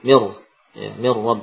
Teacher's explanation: tanwin hilang sama sekali, tidak ada bekasnya · Term: idgham